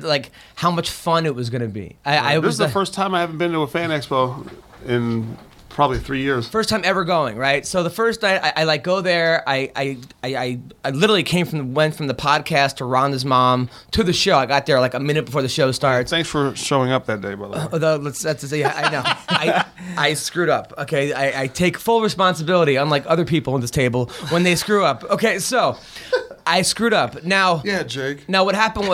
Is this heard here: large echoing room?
no